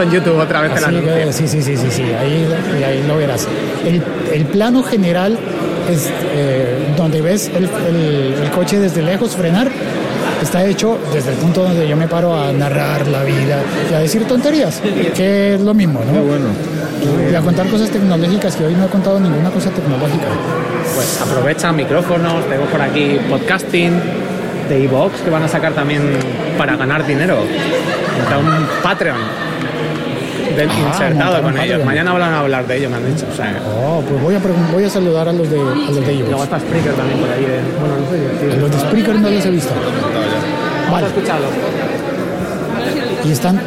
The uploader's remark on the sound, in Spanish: Desde Alicante, en un episodio grabado entre muchos podcasters conversando de todo al mismo tiempo. Y simultáneamente desde Bogotá con el nuevo Moto Z Force 2.